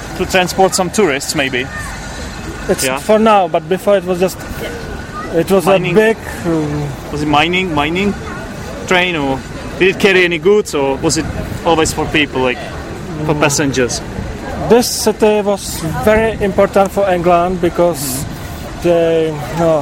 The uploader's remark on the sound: When crossing the English Channel on a ferry. There are 3 entries from Bristol: 2 in the middle of the Bristol Harbour Festival. The final entry is recorded from Monika's cofee shop in London.